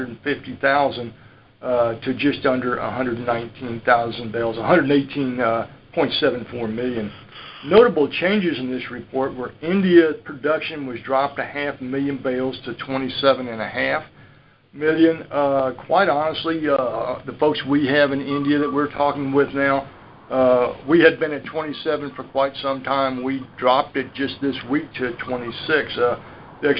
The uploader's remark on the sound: Dec 2018 Monthly Conference Call